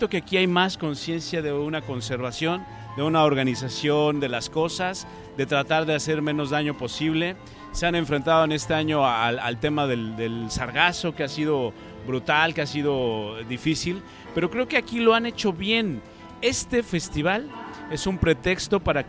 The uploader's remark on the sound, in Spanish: Tertulia radiofónica en el 17º Festival Internacional de Jazz de la Riviera Maya. Transmitido el domingo 1 de diciembre de 2019 desde el Festival de Jazz de Riviera Maya.